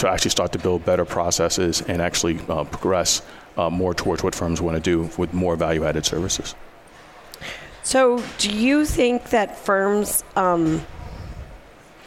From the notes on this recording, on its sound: Day 2 LIVE: AICPA ENGAGE